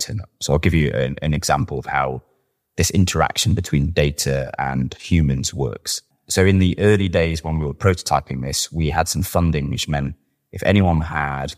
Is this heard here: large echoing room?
no